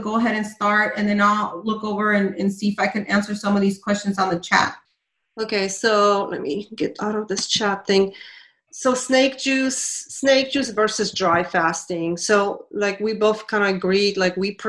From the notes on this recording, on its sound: This is a replay from a Zoom Call. For our FB private fasting ladies group.